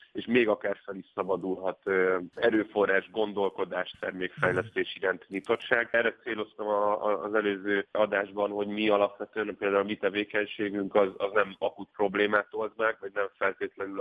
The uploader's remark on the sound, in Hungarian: Telefonos vendégei.